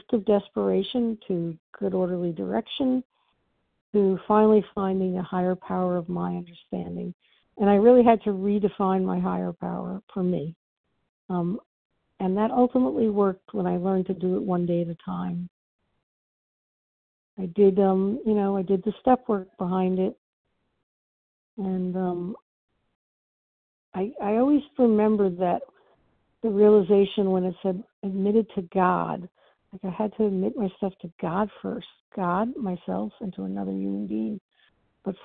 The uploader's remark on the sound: from the 100 Pounders Phone Meeting, 2/24/23